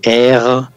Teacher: la R gutural, la que utilizan los franceses